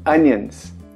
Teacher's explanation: Som bem aberto do a.